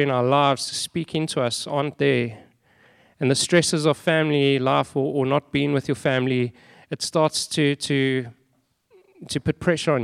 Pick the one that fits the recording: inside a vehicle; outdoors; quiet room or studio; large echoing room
large echoing room